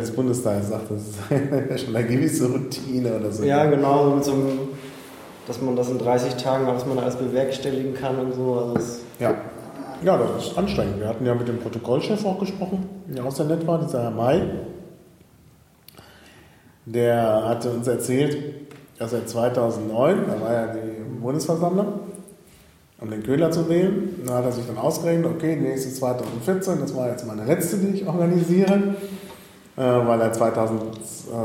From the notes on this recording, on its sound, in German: Impressionen aus dem Reichstag. Da die Aufnahme im provisorischen Piratenbüro im Reichstag stattfand, klingt die Aufnahme wie aus einer Kirche.